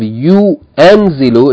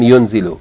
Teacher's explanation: But instead, what happens is the Hamza and its vowel is omitted · Shown in: second take · So instead of yu'anzilu, it just became yunzilu.